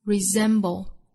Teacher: 中间的这个字母 s 读浊音的 z